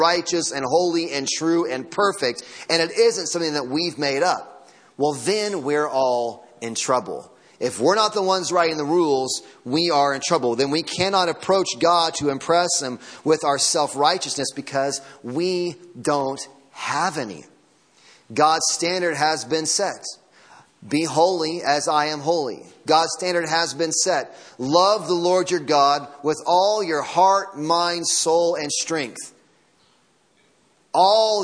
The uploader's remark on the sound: Sunday morning sermon audio